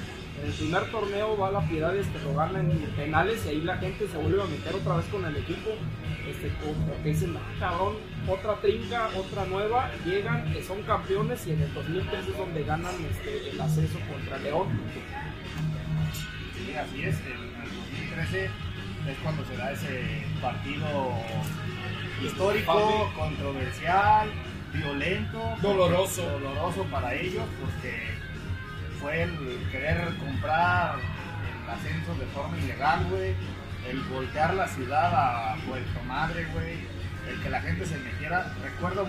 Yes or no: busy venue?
yes